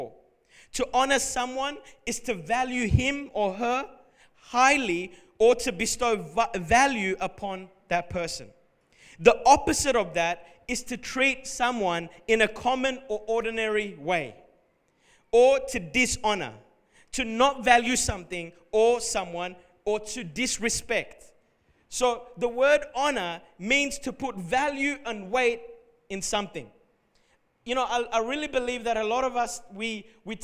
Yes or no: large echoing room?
yes